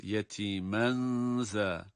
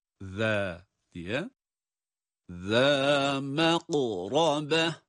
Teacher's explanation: Ze yine peltek okunan zel harfinin med ile okunuşudur.